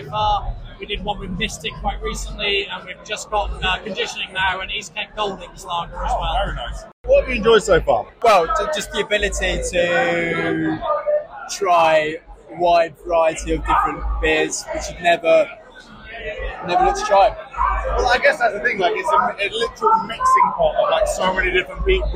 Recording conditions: busy venue